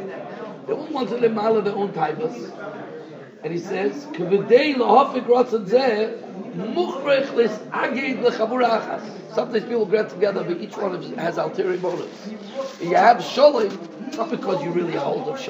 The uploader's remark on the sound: Shiur recorded in Yeshivas Ohr Reuven, Monsey, NY.